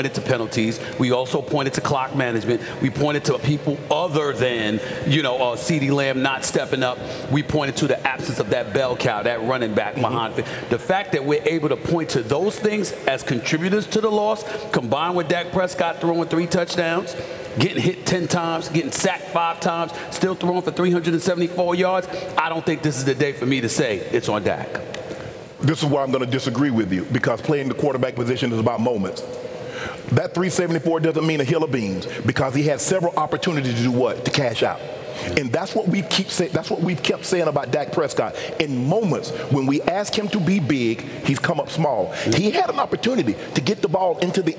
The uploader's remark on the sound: Live from Savannah State University!